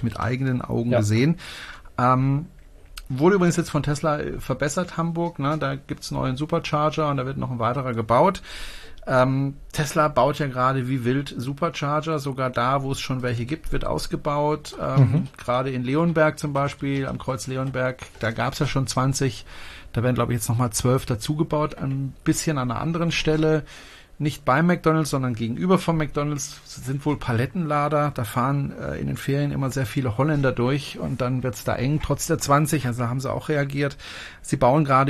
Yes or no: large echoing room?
no